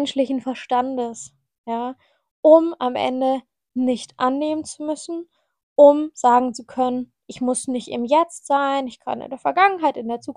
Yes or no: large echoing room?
no